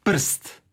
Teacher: Međutim, nekad R može imati ulogu samoglasnika, odnosno biti nosilac sloga. Pa recimo u riječi prst, tu nemamo vokala, nemamo samoglasnika, nego onda taj R je nositelj sloga.